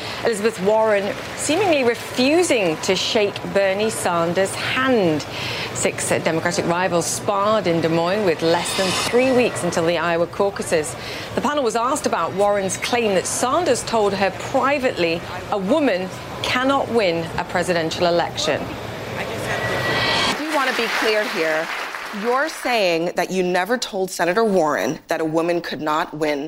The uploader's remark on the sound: live from the New York Stock Exchange